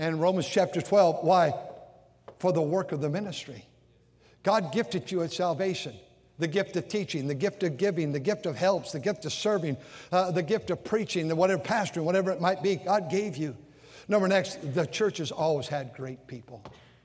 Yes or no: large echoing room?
yes